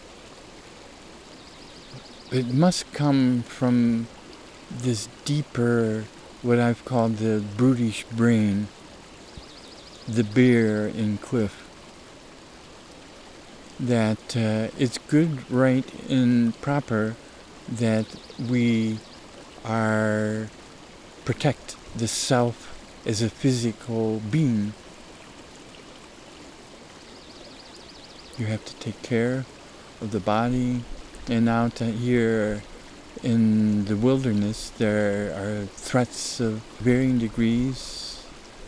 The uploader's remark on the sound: Recorded during mountain May snowmelt. Spring snowmelt on Summit Creek, close to where this dialogue tape was recorded.